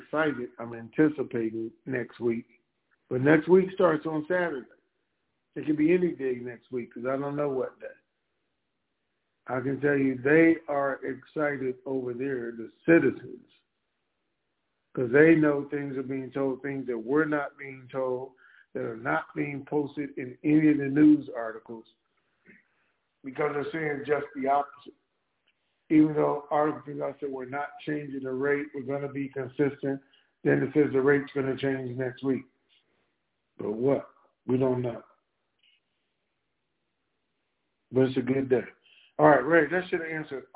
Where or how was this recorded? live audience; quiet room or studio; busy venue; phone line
phone line